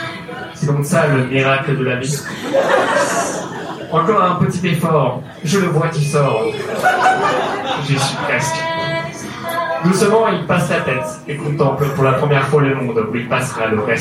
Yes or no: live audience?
yes